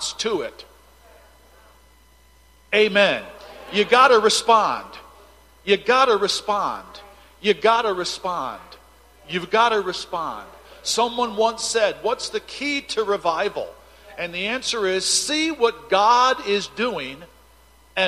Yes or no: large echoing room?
yes